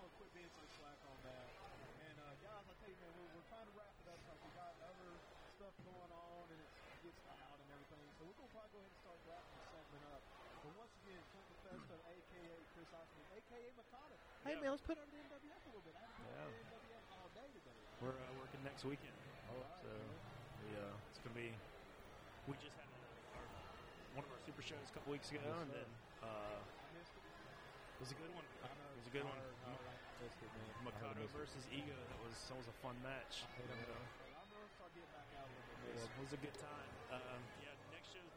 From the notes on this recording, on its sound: Live From The Be A Hero Comic Con 2019